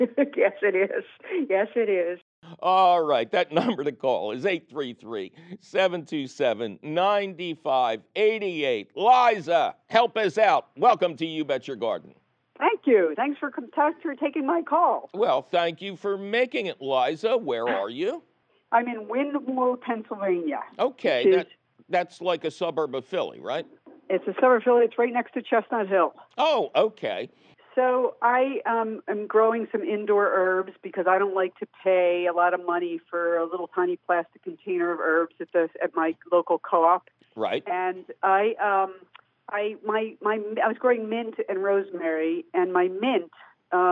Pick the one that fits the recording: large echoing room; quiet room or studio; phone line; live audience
phone line